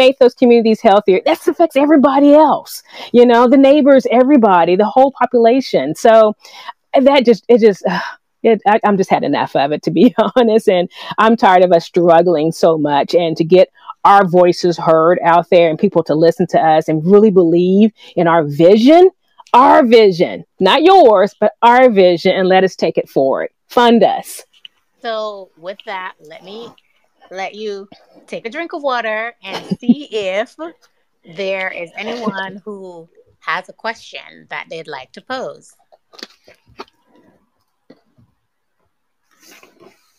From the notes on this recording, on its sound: This audio is from a Live session on Fishbowl so pardon any audio issues.